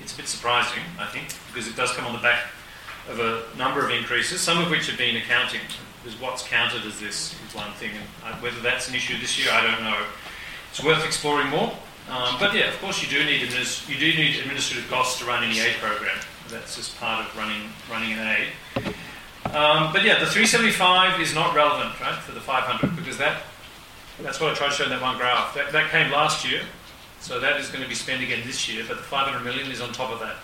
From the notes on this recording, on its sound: This podcast includes Q&amp;A from the event. 2013 aid budget breakfast.